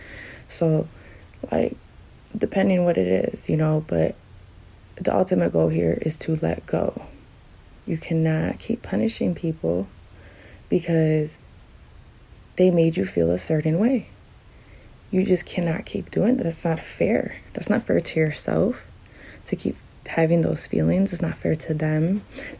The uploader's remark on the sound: Doesn't sound the greatest because I made this on my phone.